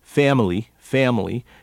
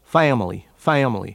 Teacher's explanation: you are hearing a more nasal quality to the A in family · Shown in: second take